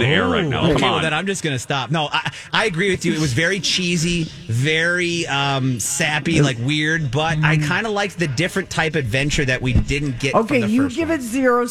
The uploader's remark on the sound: LIVE from Lush